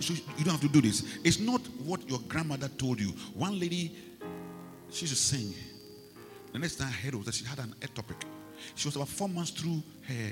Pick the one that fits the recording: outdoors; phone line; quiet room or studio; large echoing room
large echoing room